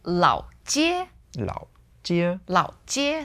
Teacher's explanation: Lao Jie, third tone, first tone.